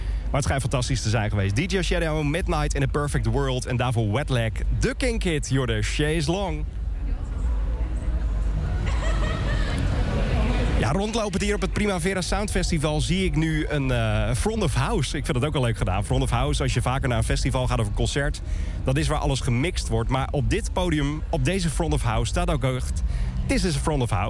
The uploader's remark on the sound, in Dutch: KINK IN TOUCH kwam op maandag 6 juni vanaf Primavera Sound in Barcelona. KINK IN TOUCH VANAF PRIMAVERA SOUND BARCELONA. Het festival vierde de twintigste editie.